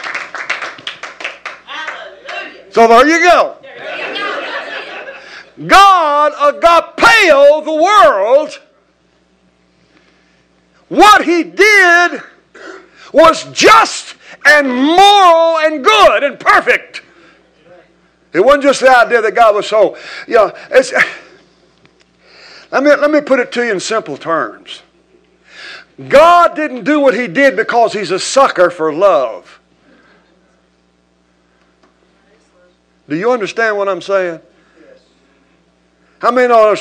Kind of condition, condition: setting, large echoing room